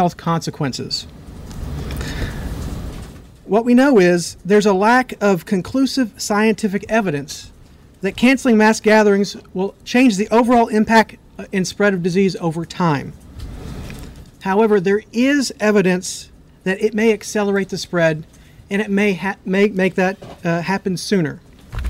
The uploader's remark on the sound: Full press conference.